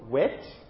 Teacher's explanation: we clearly do something with our lips, but in a way, two things are involved: not just the lips, but we actually go back and do something in the back of our mouth as well with the velum. And in fact, some people call this double articulation.